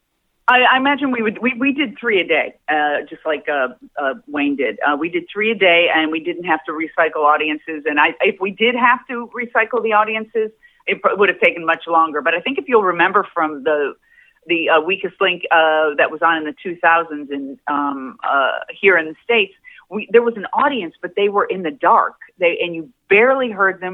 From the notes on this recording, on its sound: called